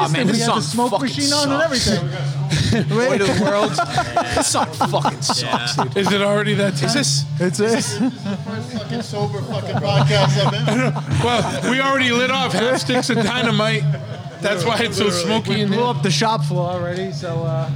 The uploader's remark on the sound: First off - this is a sloppy, horrible episode! We recorded this during a crescendo of drunken idiocy at the Choppahead holiday party.